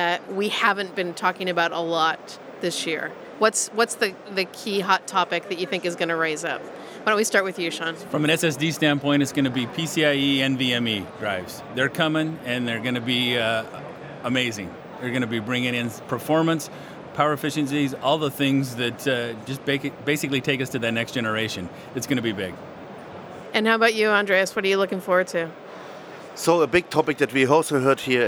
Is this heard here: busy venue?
yes